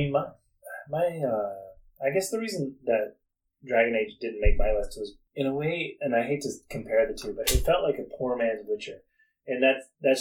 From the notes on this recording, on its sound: We are also hoping that the poor sound quality will make it's exit after this episode.